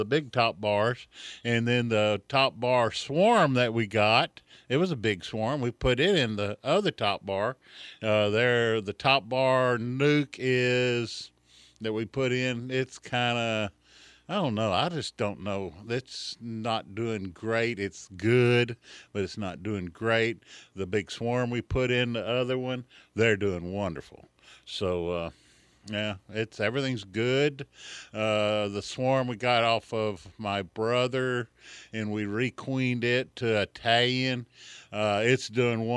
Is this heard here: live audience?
no